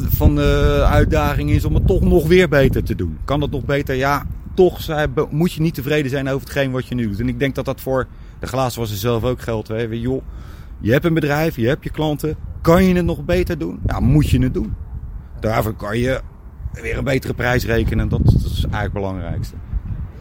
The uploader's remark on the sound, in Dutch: Podcast live vanuit de Schoonmaak Vakdagen in Houten.